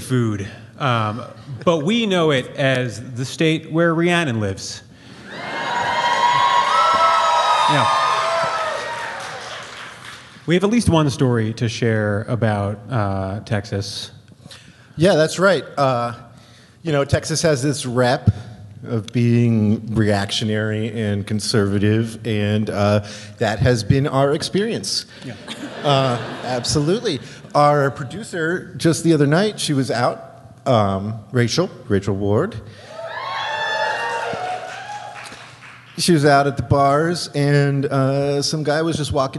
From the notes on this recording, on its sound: Live in Austin. Recorded live at Stateside at the Paramount!